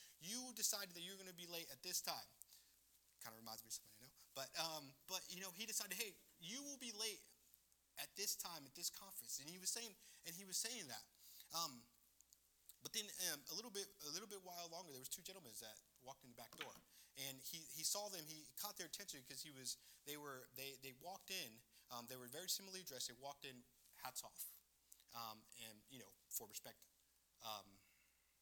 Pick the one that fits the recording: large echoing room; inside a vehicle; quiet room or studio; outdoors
large echoing room